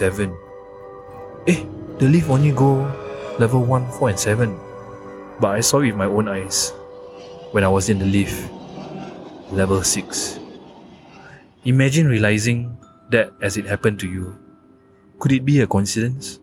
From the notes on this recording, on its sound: Recording live from the most haunted estate in Singapore during HUNGRY GHOST FESTIVAL - Spooner Road.